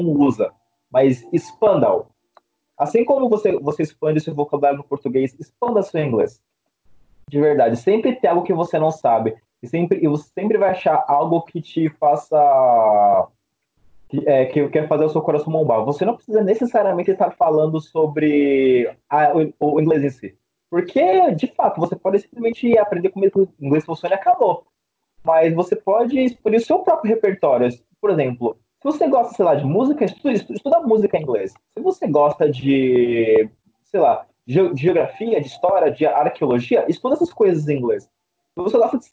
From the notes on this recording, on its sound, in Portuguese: Neste diálogo via Skype na grande quarentena de 2020.